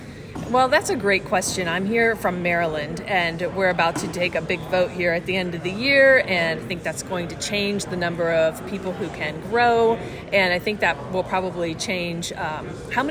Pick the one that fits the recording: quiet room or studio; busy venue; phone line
busy venue